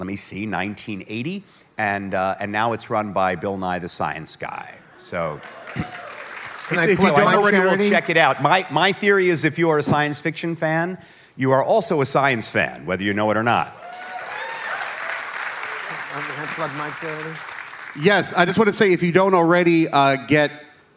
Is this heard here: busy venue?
yes